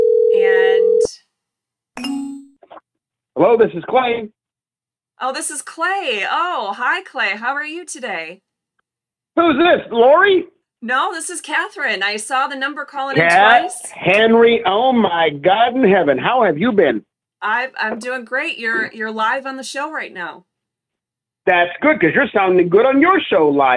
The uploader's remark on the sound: LIVE Call-In Show